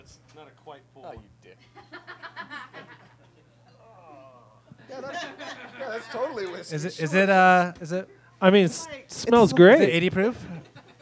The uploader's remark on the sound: Its "A Very Mostly Harmless Birthday Celebration" Live Talk Show! The chat is followed by a short game of Mad Libs!